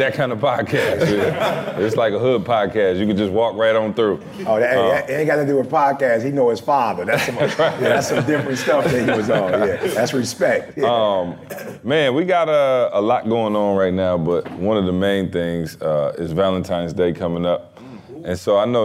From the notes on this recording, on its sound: Participants of the ETA Game Changers Speakers Program got a chance to be the live audience for the guys. A great Q & A session with the audience.